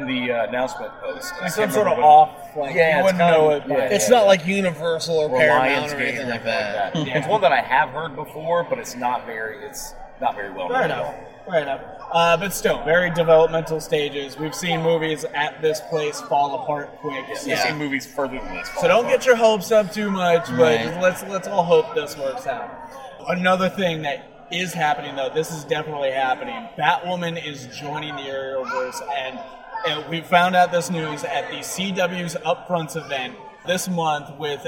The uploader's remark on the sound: As the Official Podcast of Tricon 2018, we thought it appropriate to do the show LIVE from the convention floor! Chat with some cosplayers.